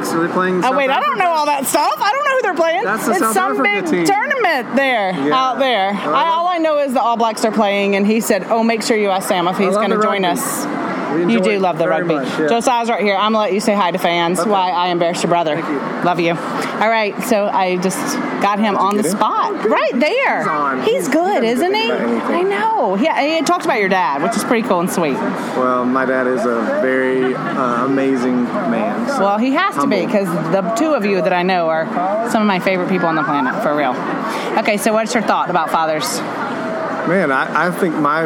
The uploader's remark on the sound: Since we are at the GHC conference in California, I decided to walk around and chat with some of the men that are here